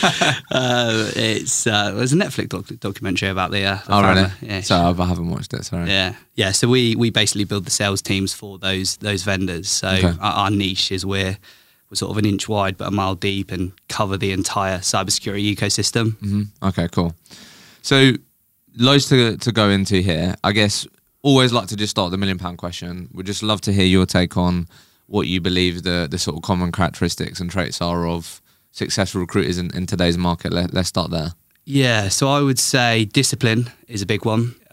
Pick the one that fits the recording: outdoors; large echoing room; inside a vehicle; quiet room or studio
quiet room or studio